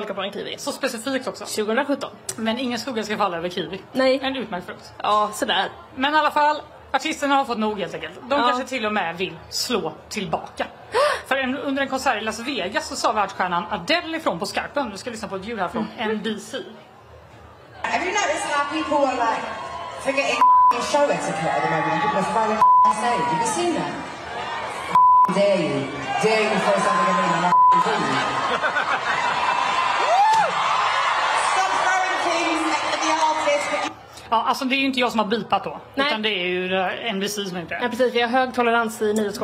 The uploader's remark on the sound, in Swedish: Live från WOW. Under Way out west.